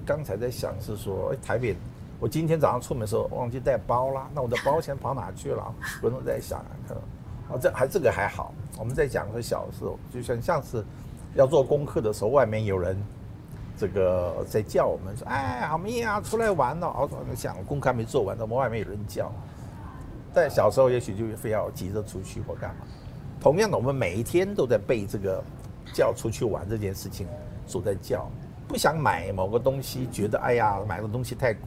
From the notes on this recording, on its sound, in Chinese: 本集於開放式場地錄音，難免受環境音干擾，還請包涵見諒。